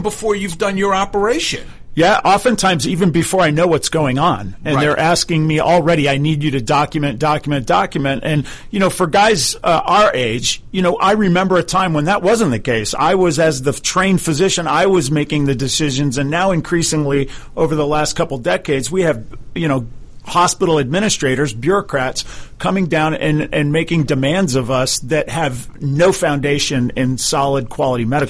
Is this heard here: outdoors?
no